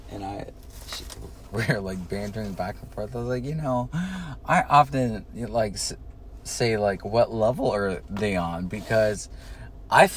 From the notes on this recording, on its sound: Driving to work and not in a hurry.